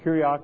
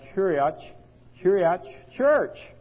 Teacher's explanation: Now say kyriak, if you say it to yourself, kyriak, you hear the two K sounds. If you change those K sounds in the beginning and the end of the word to a CH sound, you have kyriach, kyriach, church.